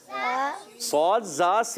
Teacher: मखरज के लिहाज से जबान की बिल्कुल बारीक नोक और नीचे वाले दांत और ऊपर वाले दांत कुछ मिलते हैं · Term: हुरूफे असलिया